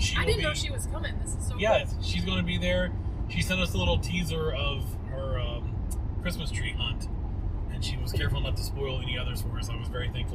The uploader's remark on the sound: Recorded live from our car. NOTE: The audio for this recording did not work out as planned so please excuse the poor quality.